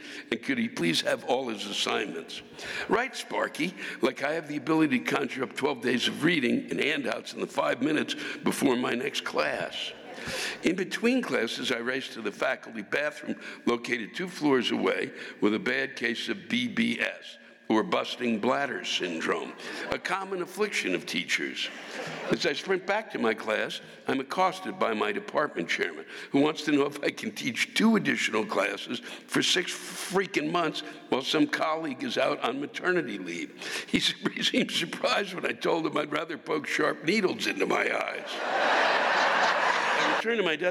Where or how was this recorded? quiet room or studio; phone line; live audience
live audience